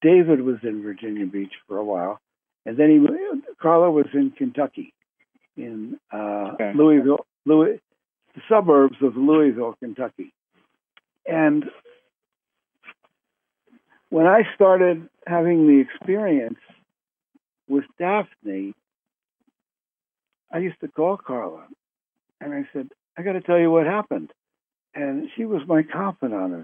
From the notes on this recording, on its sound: Conference Call LIVE.